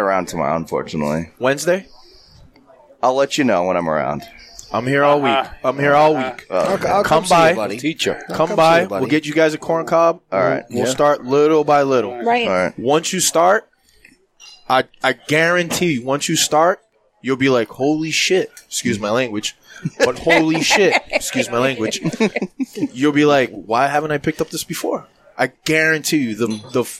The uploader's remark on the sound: Recorded live in the 7-20-4 Lounge!